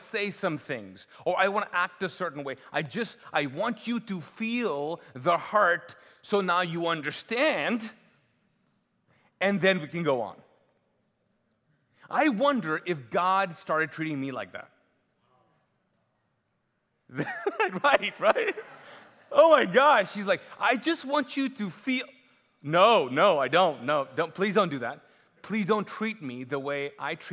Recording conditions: large echoing room